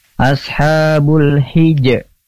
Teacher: Ashabul, bulnya tuh lamnya kebaca jelas sukun. Dikarenakan huruf berikutnya adalah huruf H. · Term: alif lam komariyah